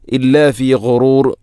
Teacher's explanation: ഗൈന്, ഗൈ തൊണ്ടയുടെ ഏറ്റവും മുകൾ ഭാഗം